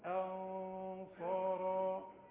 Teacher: والغنة تخينة علشان الصاد، إنما الهمزة مرققة